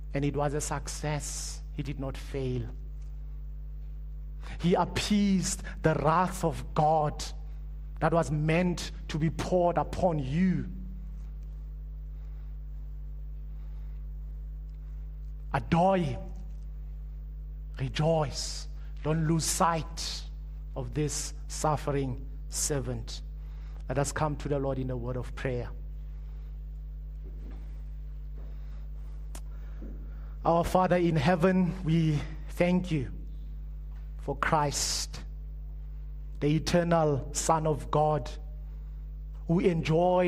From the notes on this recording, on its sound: Preached at Living Stone Bible Church